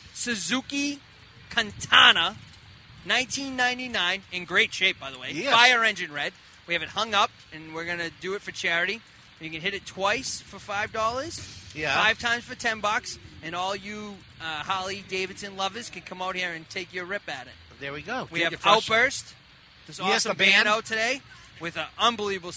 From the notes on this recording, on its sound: It's the Smoking Calendar Motorcylce run live from Two Guys Smoke Shop.